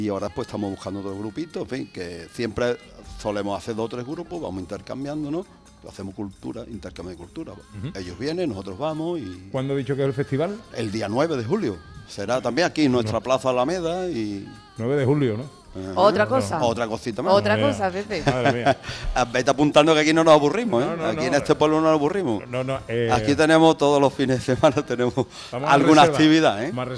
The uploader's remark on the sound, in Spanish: Gente de Andalucía en directo desde Coín en Málaga